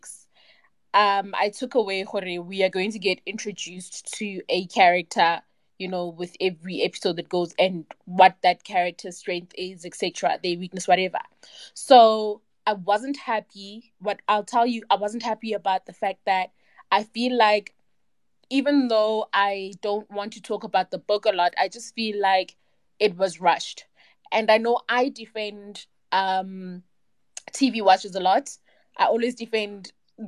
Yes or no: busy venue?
no